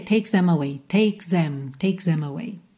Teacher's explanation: dá até para dar uma enganadinha e fazer takes them, meio quase como um Z